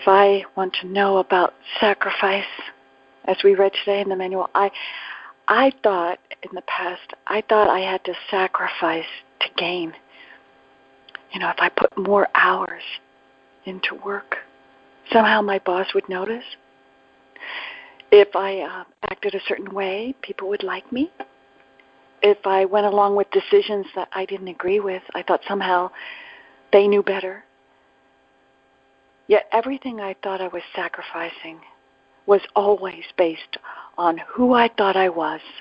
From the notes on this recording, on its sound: ACIM Daily TEXT Conference Call.